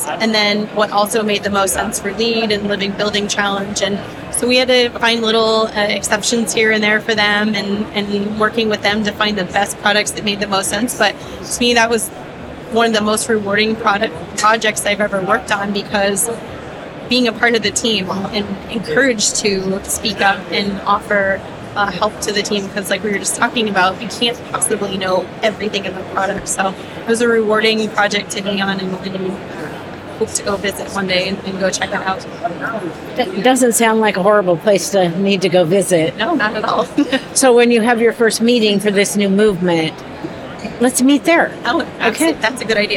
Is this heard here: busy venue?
yes